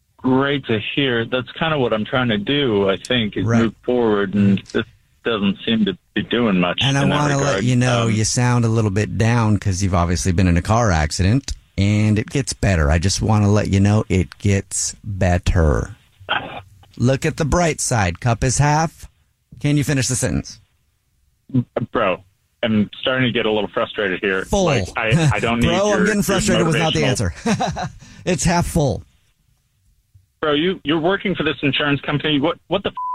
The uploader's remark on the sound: It is time for a brand new phone prank. Jumps in to help with this Phone Prank as an insurance agent!